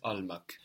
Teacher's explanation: the a of al is much closer to the a of mak than it is to the e of mek. So it's al-mak. · Term: vowel harmony